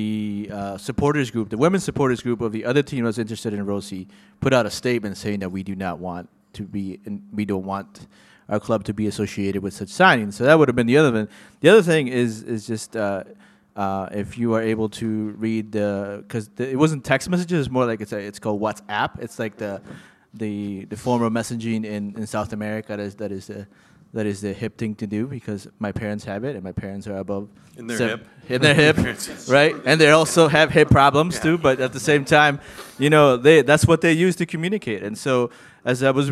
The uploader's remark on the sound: performed live at the Black Hart of St.